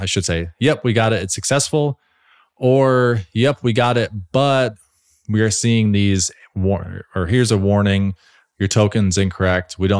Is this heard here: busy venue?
no